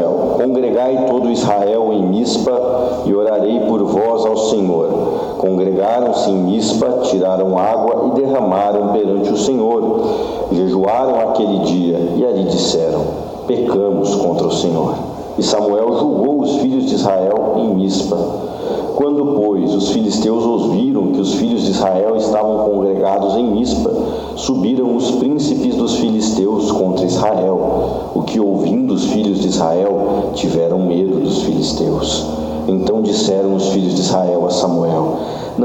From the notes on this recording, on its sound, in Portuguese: Áudio de mensagem pregada em minha igreja local IEADFAZ - Ebenézer